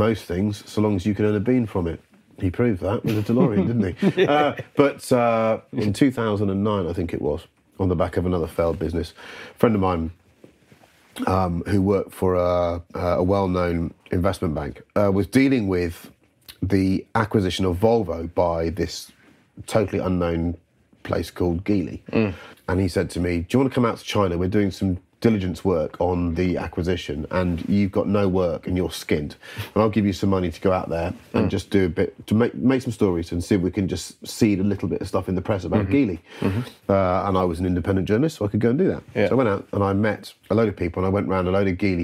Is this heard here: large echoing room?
no